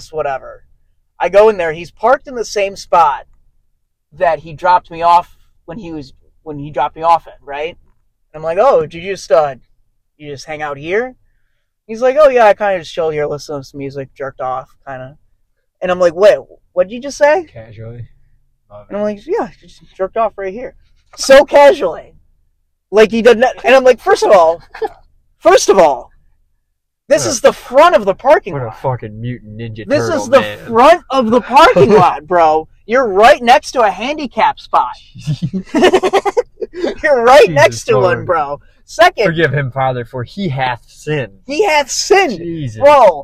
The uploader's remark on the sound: Sorry the audio quality is shit.